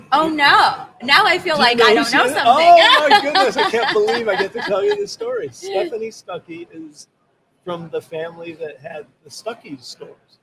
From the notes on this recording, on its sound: Recorded live from the floor of the Motion + Power Technology Expo at Huntington Place in downtown Detroit.